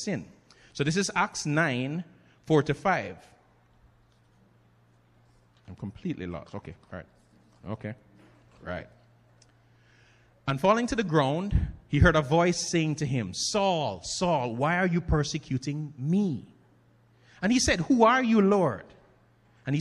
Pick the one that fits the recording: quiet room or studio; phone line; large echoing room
large echoing room